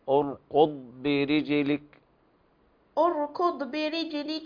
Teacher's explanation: الضاد ساكنة ليس فيها قلقلة